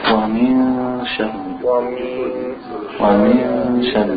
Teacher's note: See what happens when you hide the noon? You don't put the tongue out on the top of the mouth like normally. You keep it down and you just bring the nasal sound.